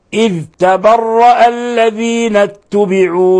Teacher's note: الذال إذا سكنت لا تقلقل